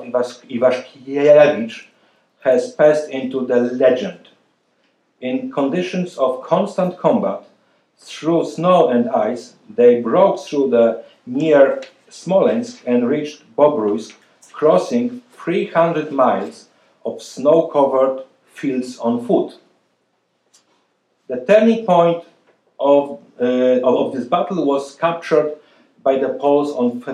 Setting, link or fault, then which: setting, large echoing room